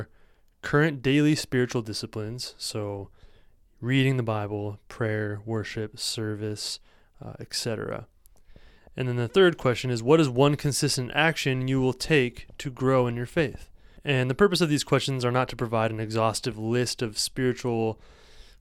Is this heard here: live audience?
no